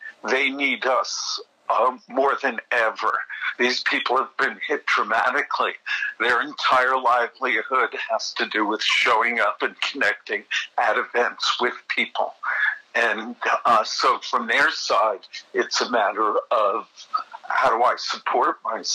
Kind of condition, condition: link, phone line